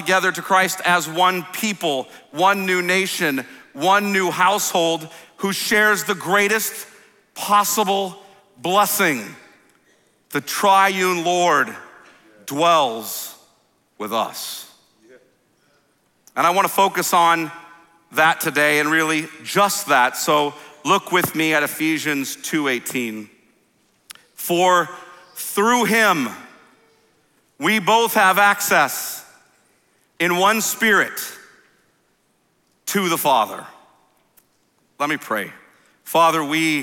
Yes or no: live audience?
yes